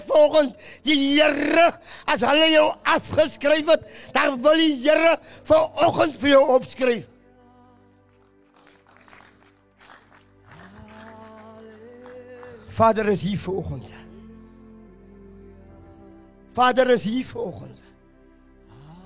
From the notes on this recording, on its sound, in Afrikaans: Luister na die opname van 'n herleweningsdiens, wat ons span by die Allandale Korrektiewe Sentrum gaan hou het